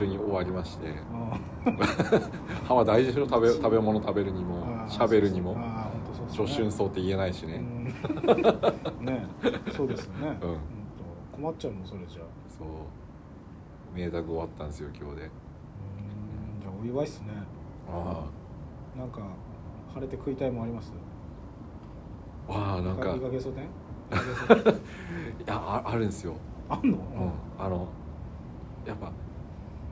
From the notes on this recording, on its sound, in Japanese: 夜の外収録です！前半2〜3回ほど爆音の車が通りますのでイヤホンの方は注意！ふだん静かな町なんですがねぇ…